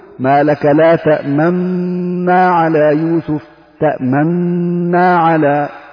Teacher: أصلها تأمننا، تأمننا، والروم فيها هو خفض الصوت مع الإسراع فيه عند النون الأولى مع إظهار النونين، ما لك لا تأمننا على، تأمننا على، يعني كالاختلاس كأني حرامي، تأمننا، تأمننا، خفض الصوت مع الإسراع فيه. وأما الإشمام فيها فيكون بضم الشفتين عند نطق النون، وتكون نونا واحدة